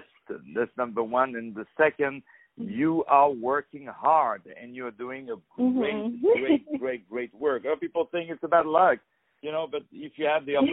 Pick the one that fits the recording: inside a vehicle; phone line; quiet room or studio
phone line